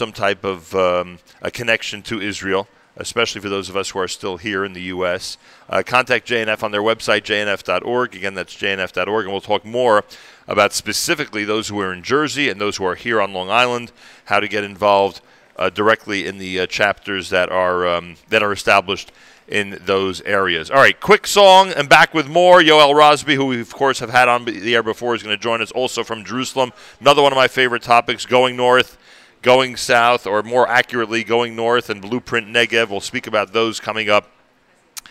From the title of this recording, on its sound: Live from "Gotta Getta Bagel" in the Five Towns